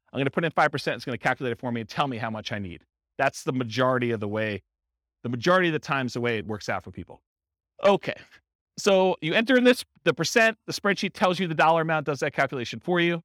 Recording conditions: live audience